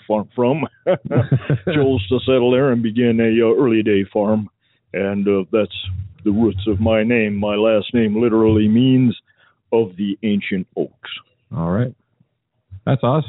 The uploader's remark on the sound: Phone calls will be taken!